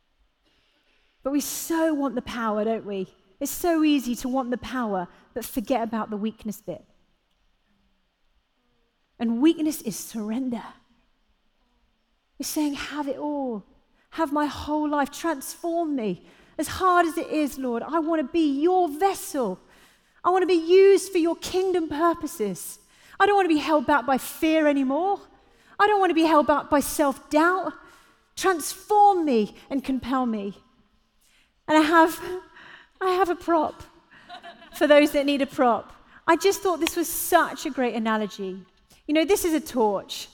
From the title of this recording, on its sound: Live at The Orchard Conference 2022